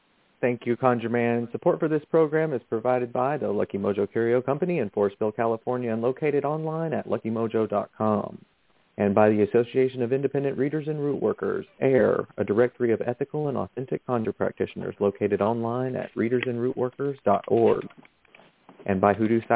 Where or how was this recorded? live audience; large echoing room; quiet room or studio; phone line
phone line